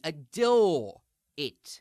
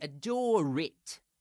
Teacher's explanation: that R is going to glide over, as do so many consonants at the ends of words in Cockney · Shown in: second take · It's going to glide over and attach to the next word.